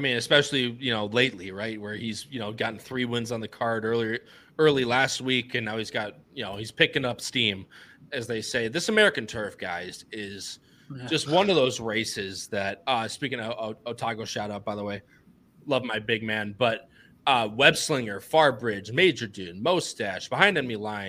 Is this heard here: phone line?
no